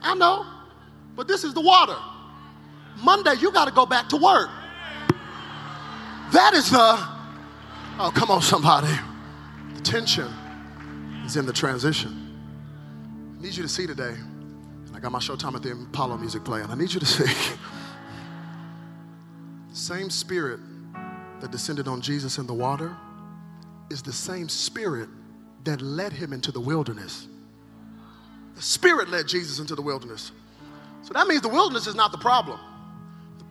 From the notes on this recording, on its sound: From the 2017 Zoe Conference